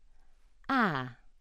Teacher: a front unrounded vowel, between open mid and open, AE digraph, AH. AH.